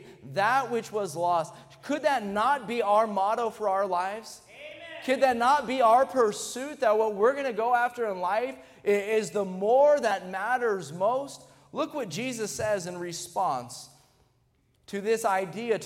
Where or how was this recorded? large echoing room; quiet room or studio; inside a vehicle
large echoing room